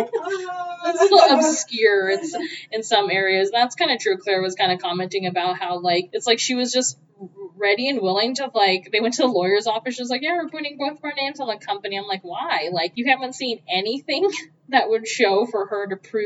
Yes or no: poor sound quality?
yes